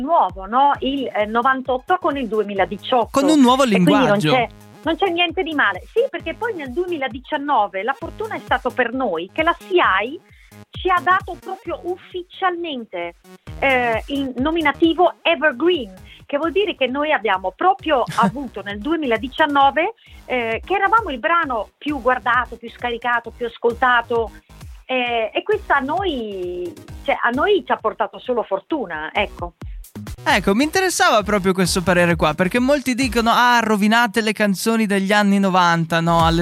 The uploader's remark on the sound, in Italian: In diretta su Radio Tausia. E' intervenuta telefonicamente in diretta nel Chicco Sound Show.